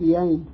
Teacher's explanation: And I know the H is missing